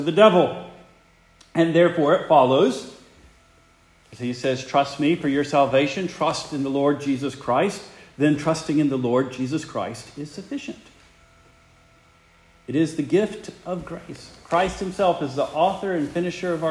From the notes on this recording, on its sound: Preached the morning of December 10, 2023, for the Heidelberg Presbyterian Church in Heidelberg, Mississippi.